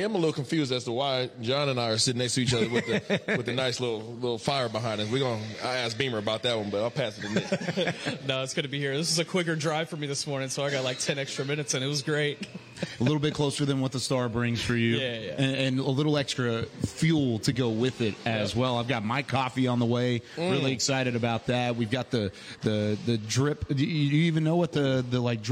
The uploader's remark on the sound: The Talkin' Cowboys crew takes the podcast on the road - live from the new Black Rifle Coffee Shop in Frisco, TX.